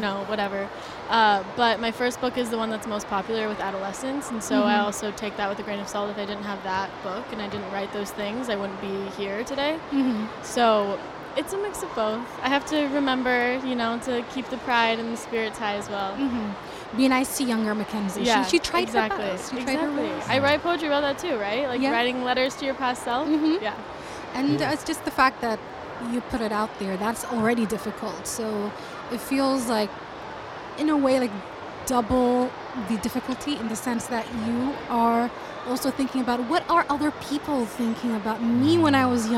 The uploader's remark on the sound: Live at SIBF 2023